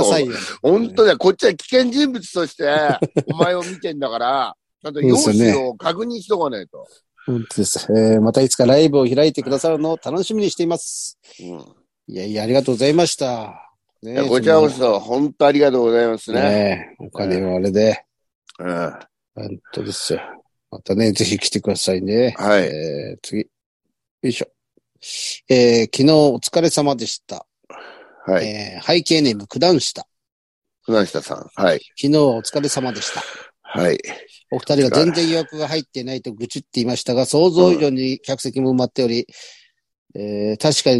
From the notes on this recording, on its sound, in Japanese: ZOOMで収録